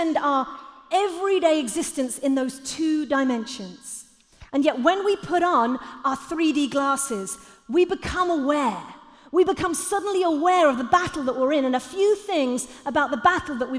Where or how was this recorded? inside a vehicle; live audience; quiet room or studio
live audience